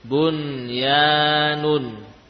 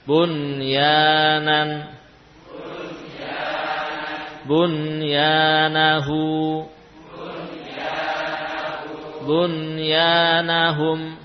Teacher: nun dibaca idhar walaupun ternyata yang ditemui adalah huruf-huruf lidah dan bibir, ya atau wawu · Term: idhar mutlak